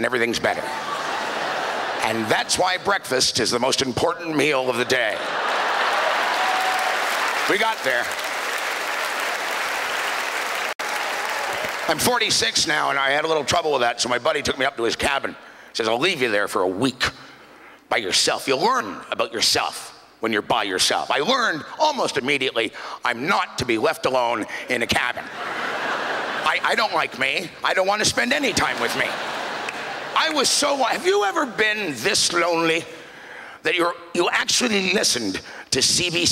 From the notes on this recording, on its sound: stand up from the Just For Laughs Festival in 2009